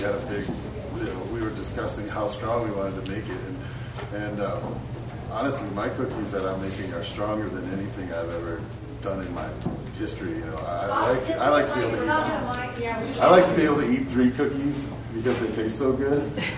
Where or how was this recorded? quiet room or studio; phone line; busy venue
busy venue